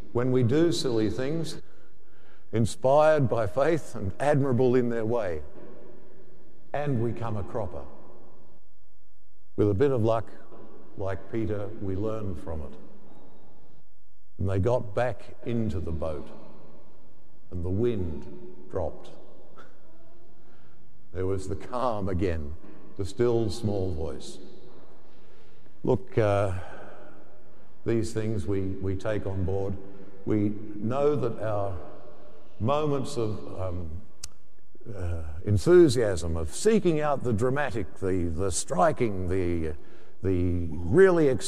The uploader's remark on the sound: The homily from Sacred Heart Cathedral, Hamilton